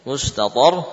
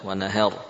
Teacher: Tebal, karena saat waqaf ra-nya jadi sukun. Tebal tipisnya tergantung dari huruf sebelumnya.